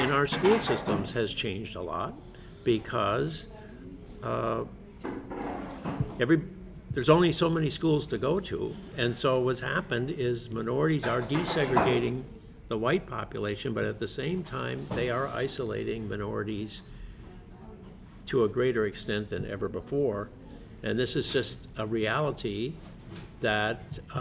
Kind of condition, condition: setting, busy venue